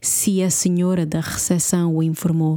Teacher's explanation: And when I pronounce it together with the following word, which is just the A, because it's a vowel, the two words merge together and I pronounce the E as if it is an I